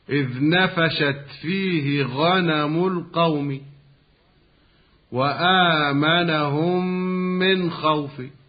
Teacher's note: عند الوقف بالروم يكون الروم بدون مد في عارض اللين